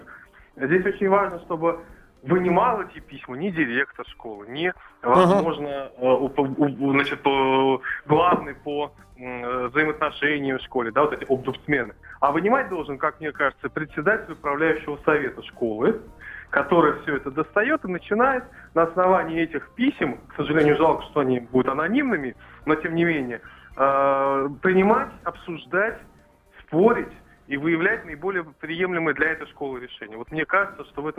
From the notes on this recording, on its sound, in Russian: по телефону